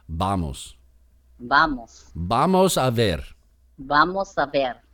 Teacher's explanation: A little teeny trill of the R in the end